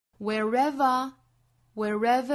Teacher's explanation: for 和 ever 表示永远啊，这个词也经常被读成 forever, forever,也就是 for 和 ever 中间会连在一起读了。昨天讲到元音和元音连读有三种情况，分别是加 i 加 w，还有一种是加 r。今天早读呢就遇到了第三种情况了， wherever 读成 wherever，其实就是在中间加了一个小小的 r 的发音，因为 where 尾部呢是一个 schwasound， schwa sound 如果后面跟元音的话是要加小 r 的音来连贯的